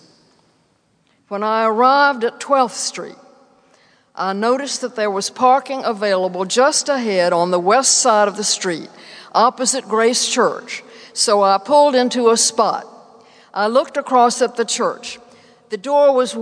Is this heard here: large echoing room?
yes